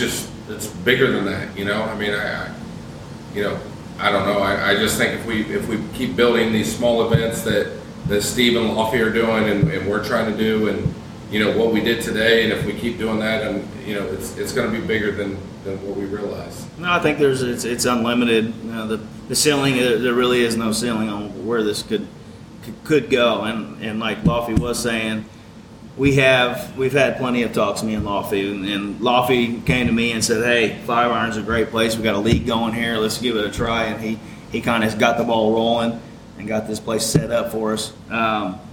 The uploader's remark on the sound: Live At 5 Iron Golf